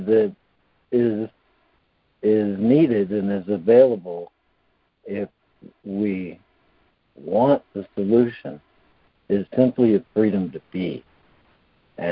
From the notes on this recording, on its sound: ACIM Daily Conference Call.